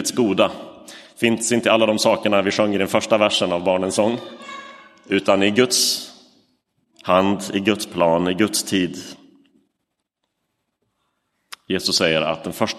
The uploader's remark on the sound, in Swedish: Inspelad i Roseniuskyrkan den 12 november 2023.